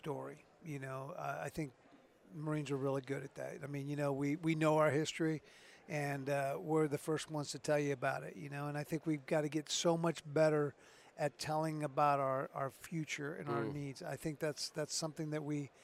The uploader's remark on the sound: This week we are recording from the floor of Modern Day Marine so that we can bring you the events and personnel of this outstanding convention as it’s going on. We got the boss on the microphone to give us his thoughts and impressions of Modern Day Marine 2023.